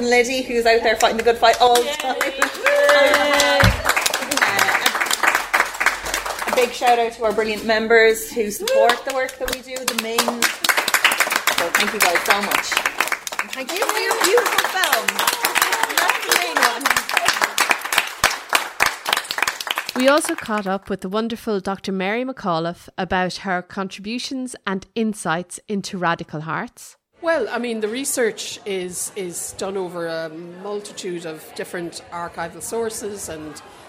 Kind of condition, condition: setting, busy venue